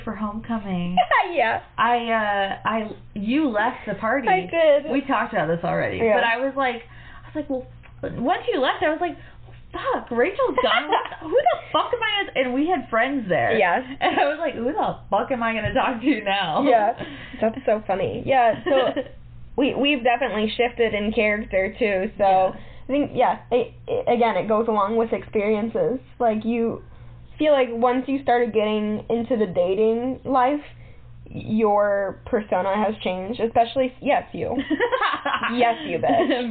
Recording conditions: poor microphone